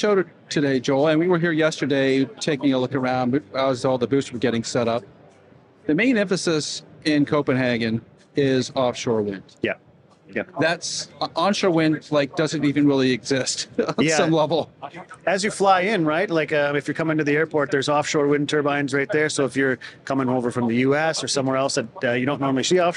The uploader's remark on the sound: Live from Wind Europe 2023 in Copenhagen